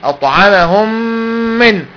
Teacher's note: ميم بعدها ميم إدغام، أخليها ميم واحدة مشددة · Term: إدغام مثلين صغير